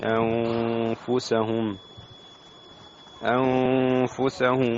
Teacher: هنا نون ساكنة في أنفسهم حكم الإخفاء مع الغنة